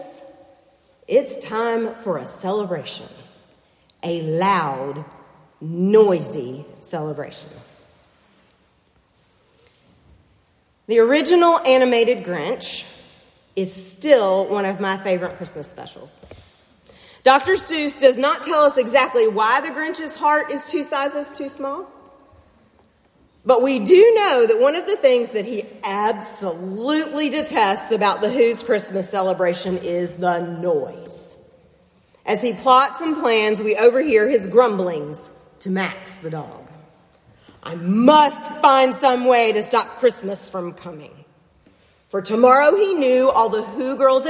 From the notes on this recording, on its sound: preached for worship with First Presbyterian Church in Concord, NC on December 17, 2023